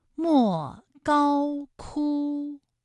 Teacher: 敦煌的莫高窟恰好就是一声和四声的组合